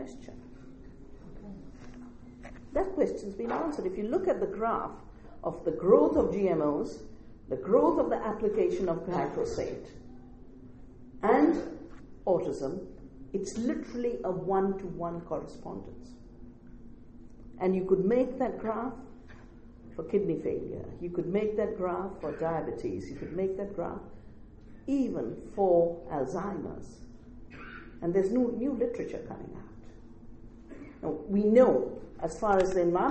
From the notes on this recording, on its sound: At the North Centennial Community Centre in Winnipeg, Manitoba, Canada at the invitation of a local collective known as Power House Producers in association with the Women’s and Gender Studies Students Association, and the University of Winnipeg’s Womyn’s Centre. For an audience of about a hundred people.